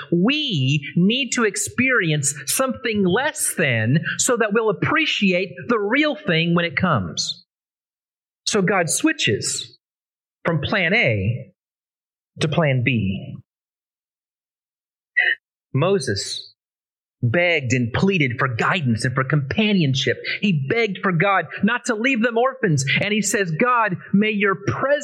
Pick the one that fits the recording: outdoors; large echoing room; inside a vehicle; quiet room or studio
large echoing room